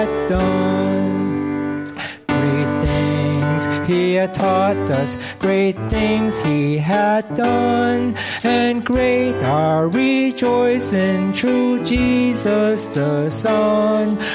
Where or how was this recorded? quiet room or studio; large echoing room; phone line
large echoing room